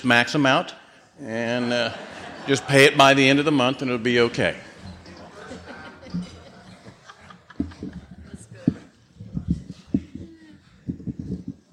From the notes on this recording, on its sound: 2016 San Diego Conference Keynote Speaker.